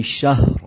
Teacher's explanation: ہا کی آواز بھی آئے اور را بھی ساتھ مل جائے